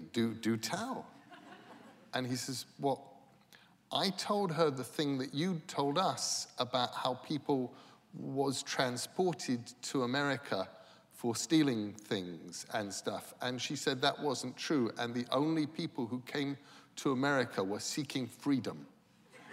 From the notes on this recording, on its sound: recorded December 3, 2014 in front of a live audience at New York's 92nd Street Y